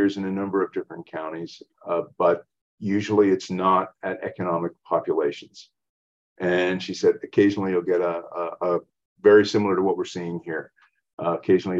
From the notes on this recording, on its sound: The weekly Wednesday program will feature a live webinar with interactive discussion with attendees, addressing in-season cropping issues as they arise.